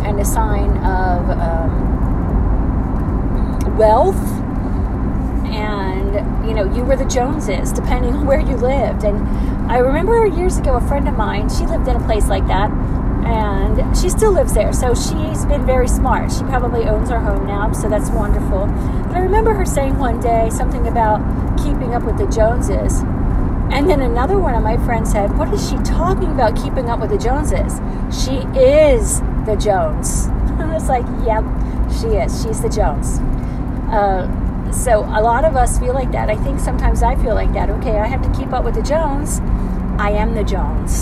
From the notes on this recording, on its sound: Road Time Rambling. Recorded in car.